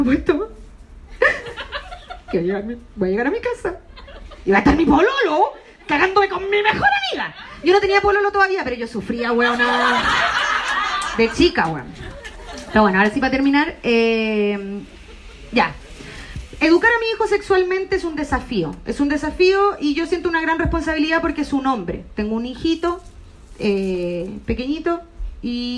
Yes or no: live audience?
yes